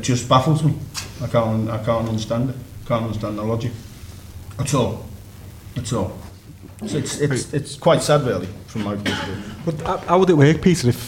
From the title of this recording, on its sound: Live from Liverpool